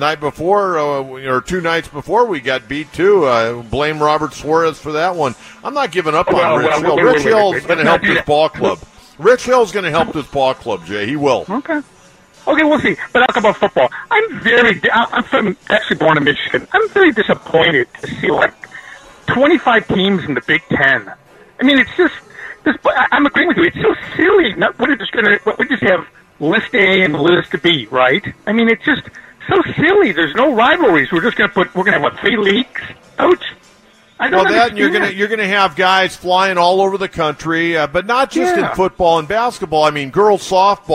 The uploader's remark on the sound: Live from The Loft at Petco Park